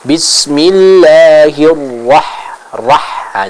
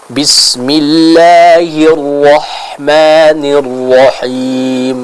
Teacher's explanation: Yang tepat harus tetap dibaca dengan vokal huruf o ya pada huruf ra tersebut · Shown in: second take · Jadi tidak boleh berubah jadi ra, tapi harus tetap ra seperti itu.